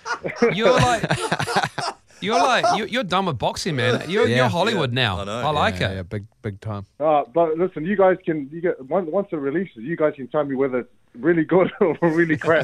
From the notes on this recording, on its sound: We were joined on the phone